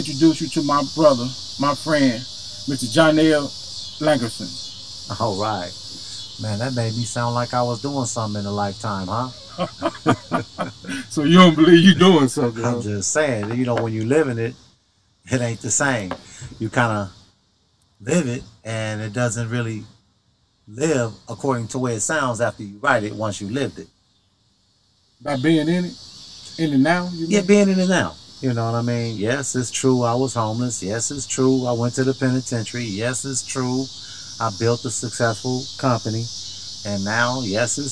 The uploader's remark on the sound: Hang Out in the Urban Born Garden